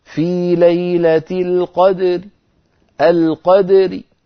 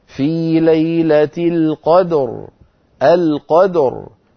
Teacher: فآتي براء صوتها ضعيف ومرققة · Shown in: first take · بخلاف ما لو وقفت عليها بالسكون فتصير الراء ساكنة وقبلها ساكن وقبله مفتوح إذن مفخمة. · Term: الروم